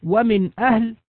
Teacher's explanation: فإن في قوله تعالى: ومن أهل الكتاب، عدة قراءات جائزة، فيمكن أن تقرأ هذه الكلمة ومن أهل بتحقيق همزة أهل، فهذا وجه، ويمكن أن تقرأ ومن أهل بتسهيل الهمزة أي بنقل حركتها إلى النون الساكنة، ويمكن أن تقرأ بالسكت على النون كما تقول ومن أهل.